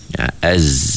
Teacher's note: Hujung lidah kita tu macam dia belakang gigi, dan gigi kita tu macam nak merapat kan.